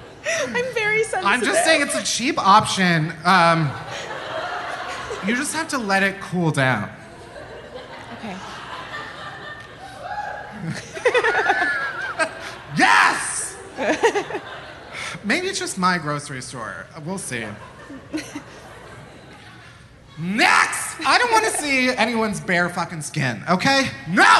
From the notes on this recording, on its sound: Live from Philly! Live on stage at the Philadelphia Podcast Festival.